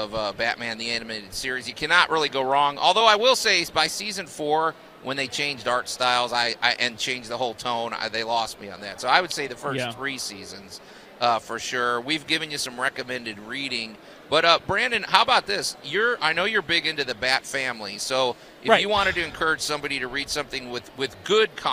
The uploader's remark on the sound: broadcast live from The Home Show of the MidSouth.